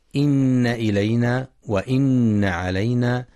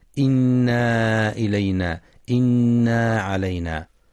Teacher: والصواب أنها نون مشددة مفتوحة مع بيان الغنة · Shown in: first take